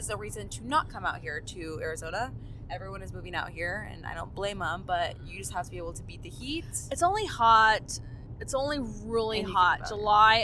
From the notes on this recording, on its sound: We recorded this episode while on the road home from our mini-family vacation to Mexico!